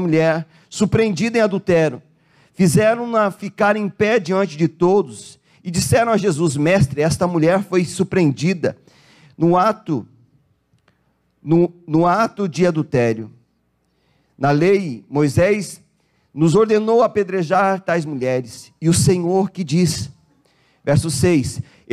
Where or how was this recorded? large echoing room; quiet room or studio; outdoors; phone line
large echoing room